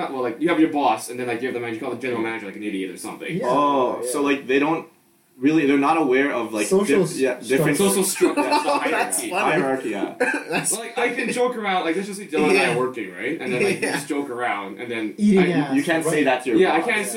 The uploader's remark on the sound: are you recording from the computer or the mics?”(Revenge of the Terrible Audio)